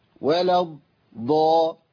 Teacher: الالف ده يسقط عند الوصل لالتقاء الساكنين، فبنتقل من اللام للضاد على طول